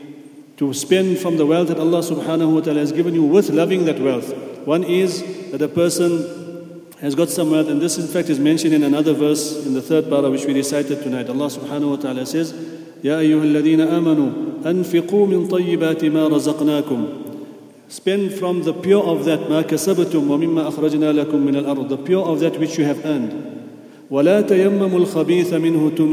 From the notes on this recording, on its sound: at the Houghton Masjid (West Street)